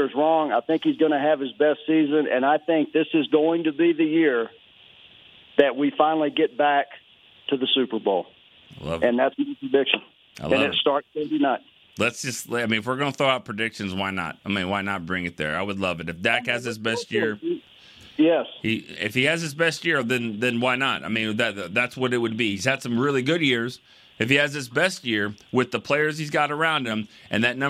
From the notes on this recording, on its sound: The phone lines were flooded as the fans are gearing up with their final thoughts and predictions.